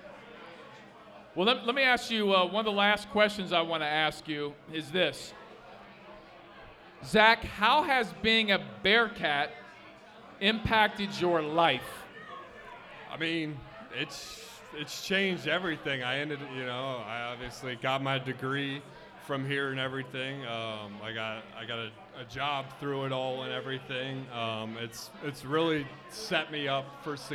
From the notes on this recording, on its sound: Live at Mio's!